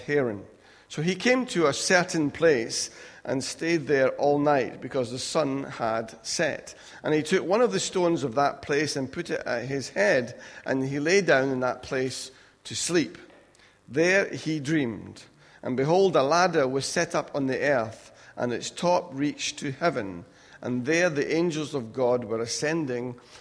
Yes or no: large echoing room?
yes